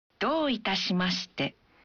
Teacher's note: Saat mengucapkan, Dou itashimashite. Bunyikan vokal O dalam Do. Satu ketuk lebih panjang.